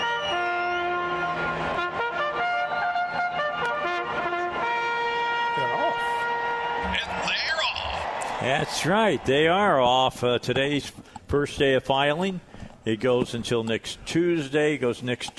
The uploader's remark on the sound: Live at the State Capitol for Filing Day